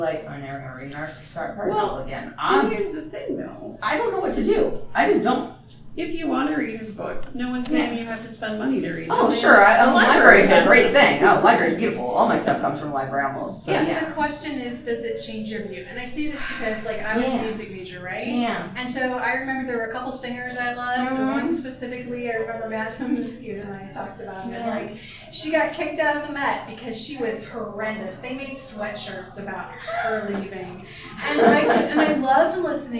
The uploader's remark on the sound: TusCon 50 Panel Rhoynish Turtle Conservation Society. Recorded live at TusCon. Saturday Panel Room 1.